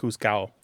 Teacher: in some Spanish dialects, like you said, the D is not pronounced